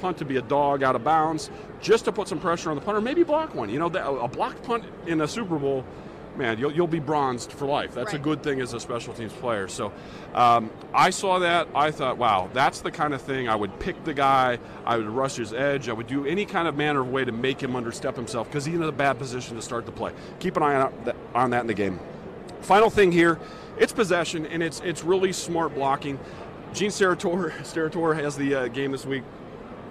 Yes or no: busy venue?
yes